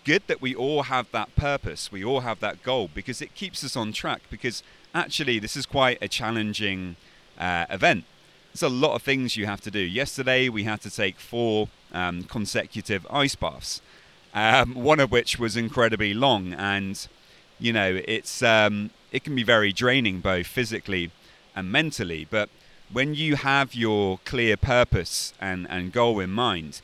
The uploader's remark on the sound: This episode was recorded next to a river in Poland.